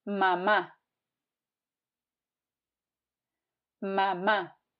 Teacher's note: We have to place a stress by the end of the word, otherwise you will be saying mamma as Italians would.